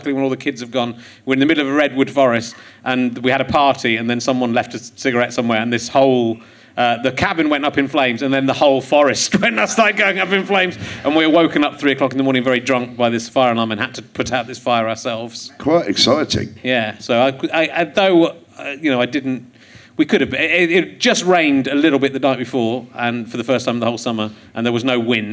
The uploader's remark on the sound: Leicester Square Theatre Podcast